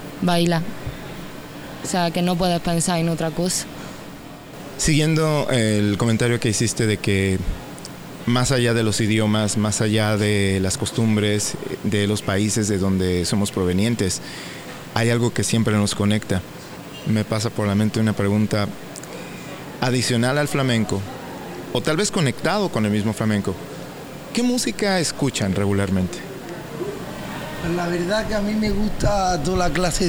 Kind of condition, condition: setting, busy venue